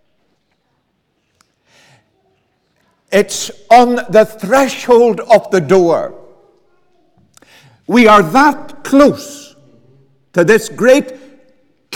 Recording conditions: large echoing room